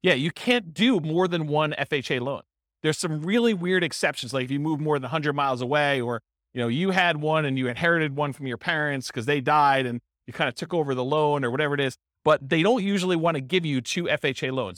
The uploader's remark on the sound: This was a live class recorded.